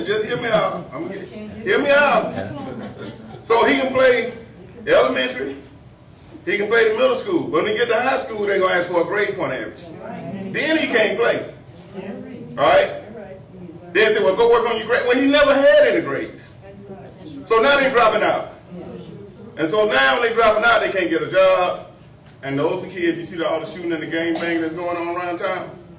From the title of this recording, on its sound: Town Hall Meeting Remarks